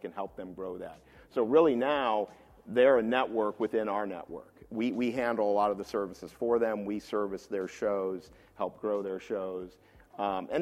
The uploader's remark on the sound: In this live discussion from Podcast Futures New York